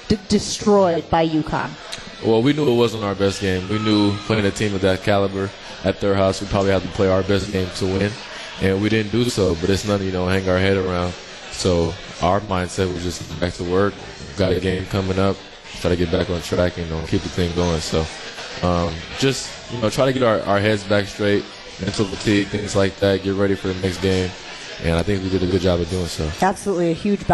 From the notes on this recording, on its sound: LIVE from MOTOR Bar & Restaurant